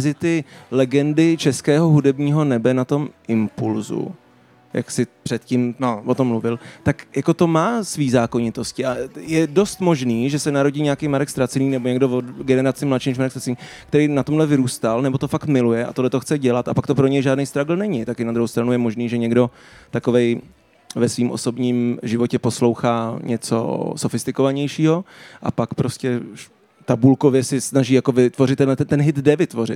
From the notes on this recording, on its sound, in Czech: na stage festivalu United Islands